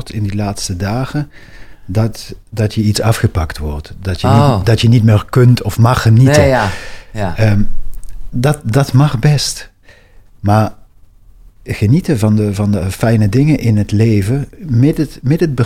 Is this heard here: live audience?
no